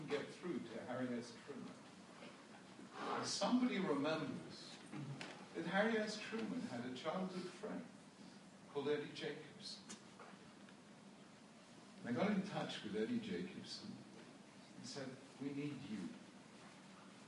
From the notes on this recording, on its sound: This shiur was recorded at the Bnei Akiva School in Toronto on 16th March 2016.